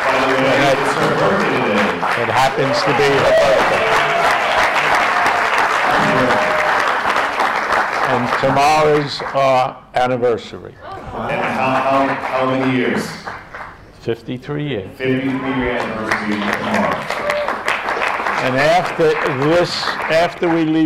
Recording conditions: live audience